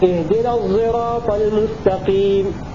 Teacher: الإشمام يكون بخلط الصاد الزاي ويتولد منهما حرف فرعي لا هو صاد ولا هو زاي